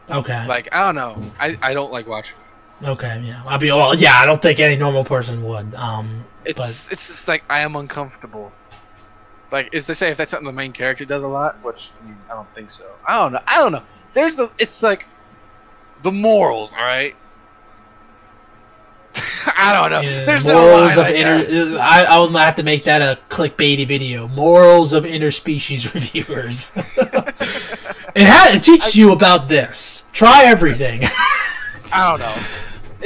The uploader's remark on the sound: MESSED UP AUDIO. Sorry for the audio being all reverb-y.